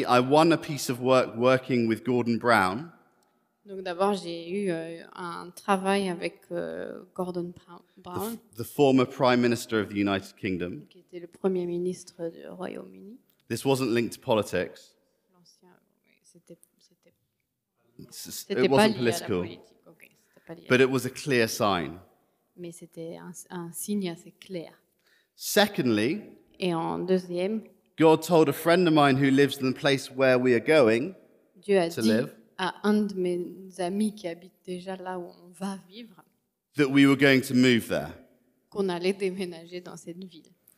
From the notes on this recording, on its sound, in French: Enregistré à l'église CVV